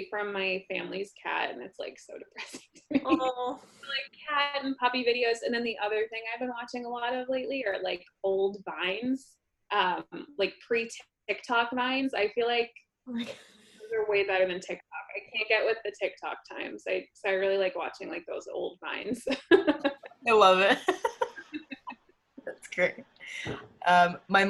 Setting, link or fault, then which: link, video call